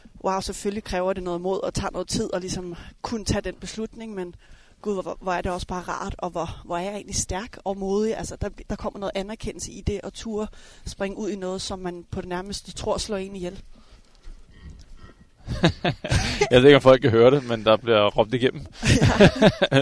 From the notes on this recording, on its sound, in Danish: Podcasten er optaget som en walk & talk i Dyrehaven.